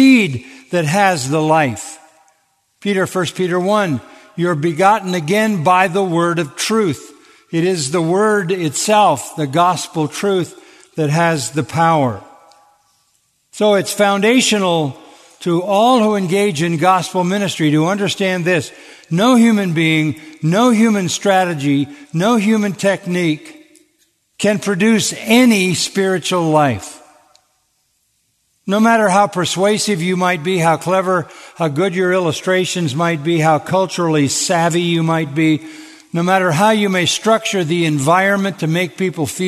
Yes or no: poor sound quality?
no